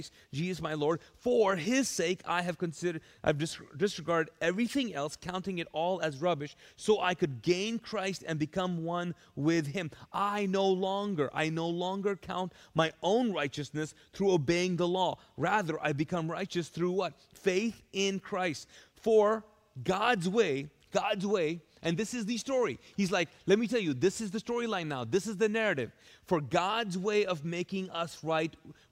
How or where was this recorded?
large echoing room